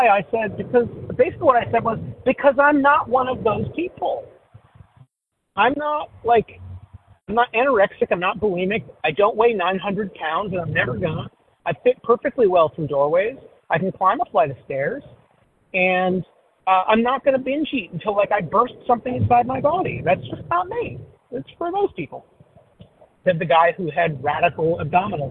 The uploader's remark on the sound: 100 Pounders Phone Meeting, 2/8/23